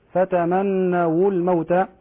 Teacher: نحافظ على إتمام الضم في الواو